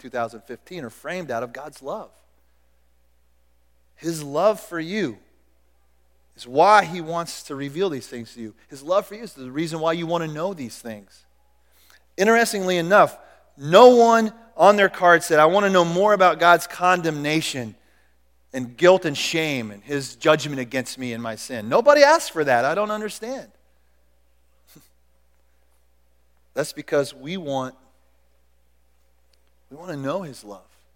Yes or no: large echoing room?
yes